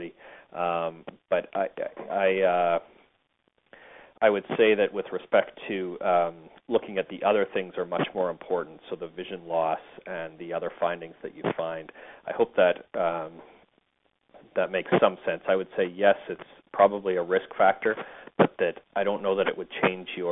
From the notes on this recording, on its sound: Author in the Room®Teleconference